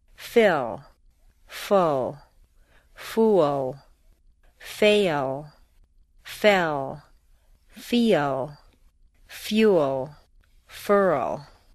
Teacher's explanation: notice that each word has a tiny schwa after the L. This is to encourage your tongue to be in the right position to give your words a finished sound. · Term: final L's